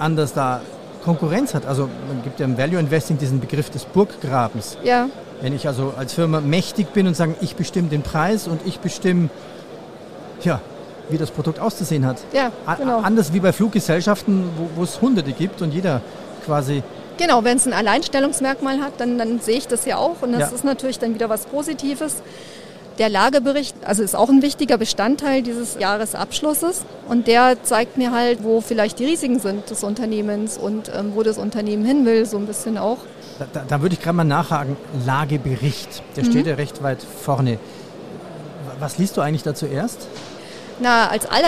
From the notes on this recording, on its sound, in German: Diesmal live vom Börsentag Hamburg